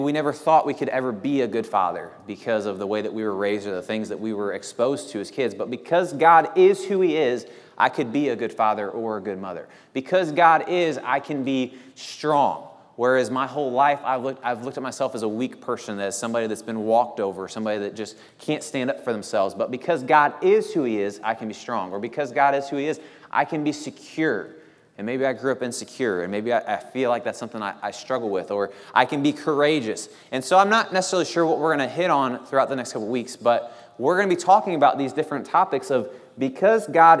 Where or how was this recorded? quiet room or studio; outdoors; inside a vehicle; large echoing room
large echoing room